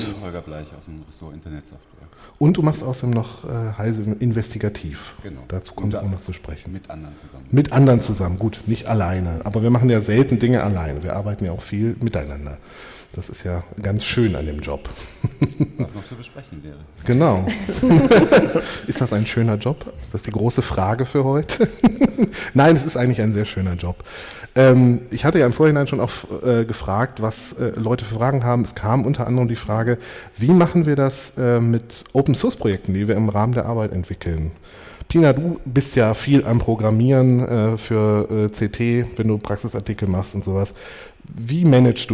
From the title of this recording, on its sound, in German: Live vom 36C3